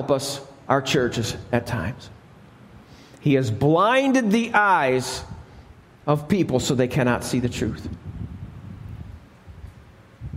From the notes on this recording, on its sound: Alabama Full Gospel Fellowship. This message was recorded live at the Lighthouse.